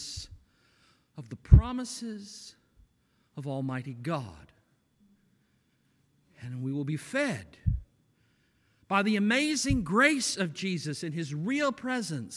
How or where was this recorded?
large echoing room